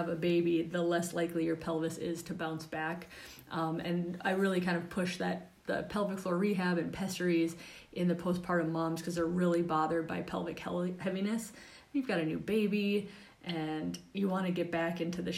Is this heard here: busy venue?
no